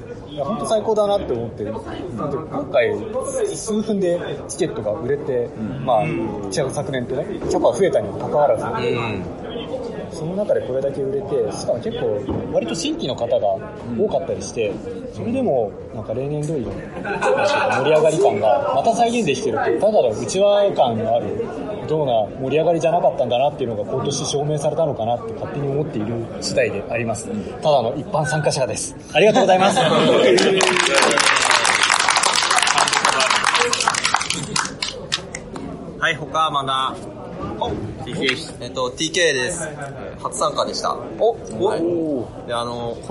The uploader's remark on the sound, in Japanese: Regional Scrum Gathering Tokyo 2020 公開収録！Regional Scrum Gathering Tokyo 2020 の OST で、アジャイルラジオ公開収録させていただきました。